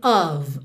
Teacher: Você já sabe que esse F sempre vai ter som de V, ok? E esse O não é um O bem redondinho. Ele é ali uma mistura com aquele som bobo